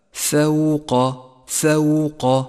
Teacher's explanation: لاحظ الراء المفخمة من نفس الكلمة، هي مفخمة في هذا الموضع لأنها مضمومة ولذلك ميزت باللون الأزرق الغامق. فوق، فوق، لاحظ ترقيق الفاء وترقيق الواو وتفخيم القاف، ولا تخلط بين الصفات، اقرأها هكذا: فوق، فوق.